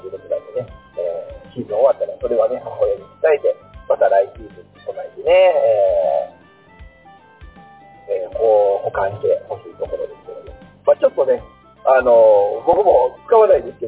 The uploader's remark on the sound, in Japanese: 音質難あり。音質が悪くなっております。